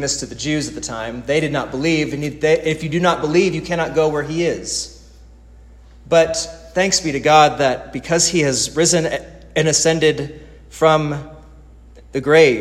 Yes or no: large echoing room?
yes